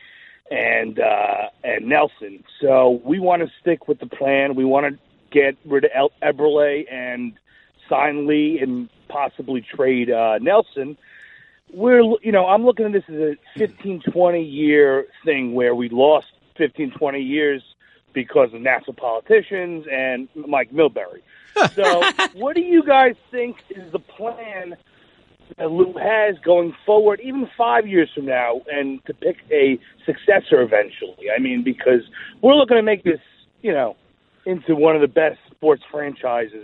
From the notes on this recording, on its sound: Open up the phone lines and take general hockey questions from you, our loyal listeners!